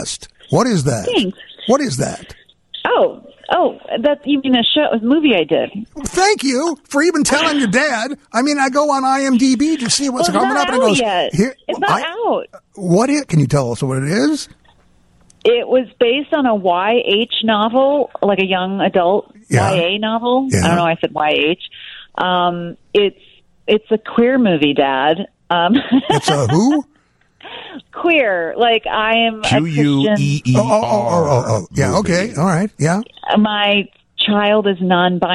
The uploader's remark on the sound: join us via the phone live from California